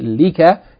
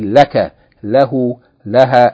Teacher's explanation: In this lesson, we are informed that this preposition li, lam with kasra, when it's connected to pronouns like ka and ki and hu and ha, it changes from kasra to fatha · Shown in: second take